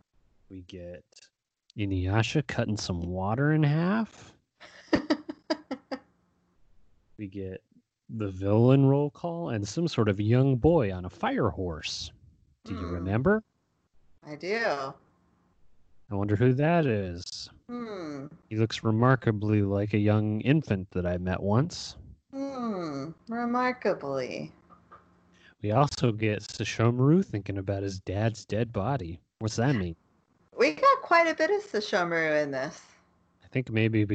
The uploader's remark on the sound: Decides to make the podcast even harder to listen to by trying out a new microphone.